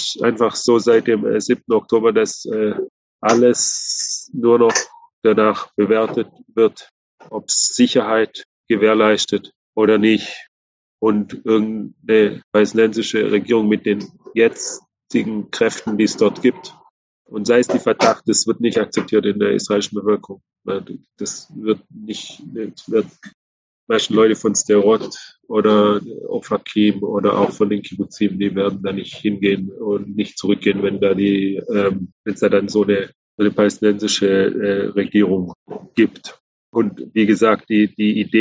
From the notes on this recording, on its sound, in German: Online-Gespräch. Live aus Israel.